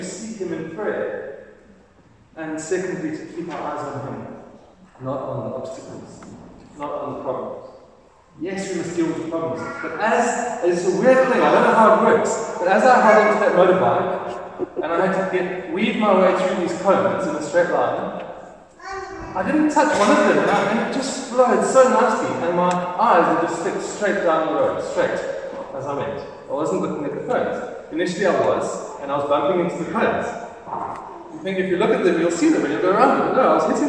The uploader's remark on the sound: Recorded: 8th January 2023 at the 9:30am service. Recorded: 8th January 2023 at the 9:30am service.